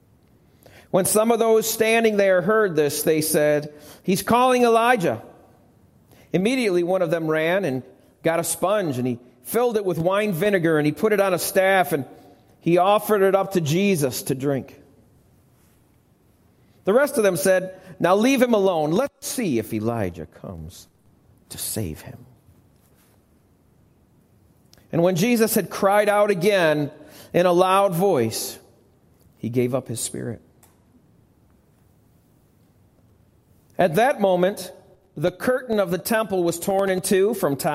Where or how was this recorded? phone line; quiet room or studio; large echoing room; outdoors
large echoing room